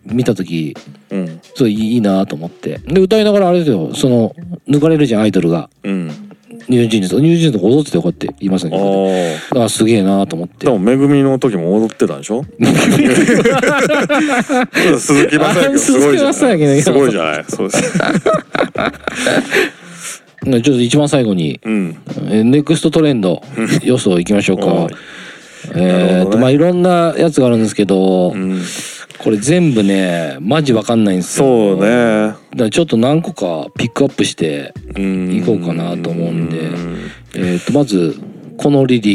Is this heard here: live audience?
no